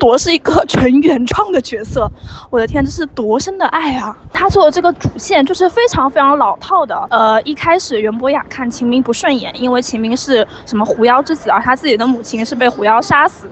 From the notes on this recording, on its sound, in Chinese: 受邀参加了12月16日《晴雅集》北京首映，在映后回家的地铁上充满激情的发来了这段一手吐槽！由于录制环境比较嘈杂，我们在后期处理之后仍有噪音，请大家谅解。